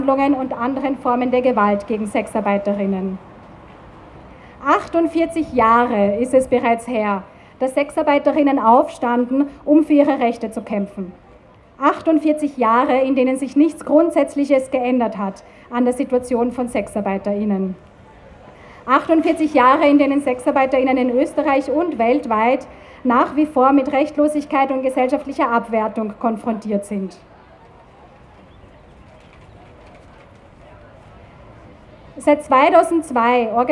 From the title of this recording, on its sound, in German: O-Ton] LEFÖ-Kundgebung am internationalen Hurentag 2. Juni 2023 in Wien